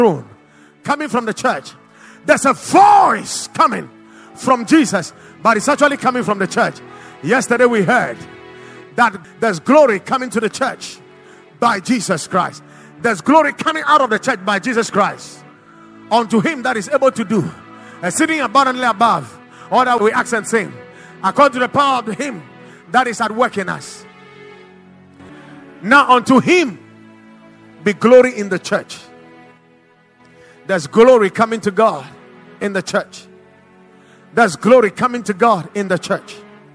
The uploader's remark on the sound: Preached at the Watered Garden Church